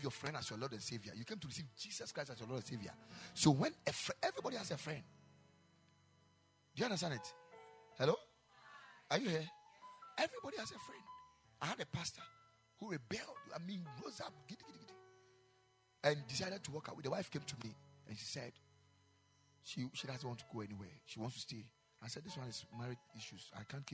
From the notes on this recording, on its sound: Preached at the Ekklesia Chapel